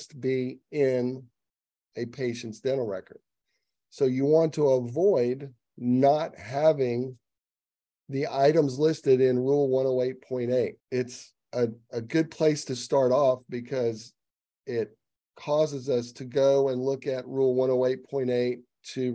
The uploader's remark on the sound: Each TMQA podcast is an edited and shortened version of the previously-held live Q&A Zoom session.